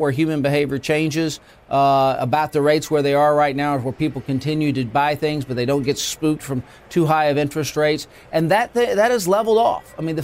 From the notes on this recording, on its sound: Live from The New York Stock Exchange.